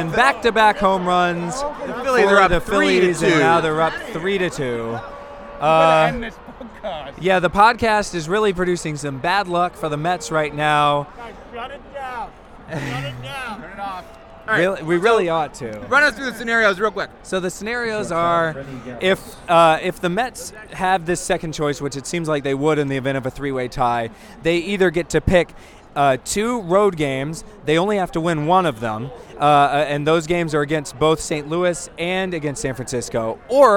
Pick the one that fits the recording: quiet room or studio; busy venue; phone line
busy venue